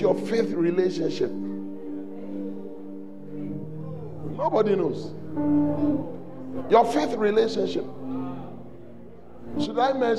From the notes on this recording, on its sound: on day one at The Celebration Convention, Fountain of Life Cathedral.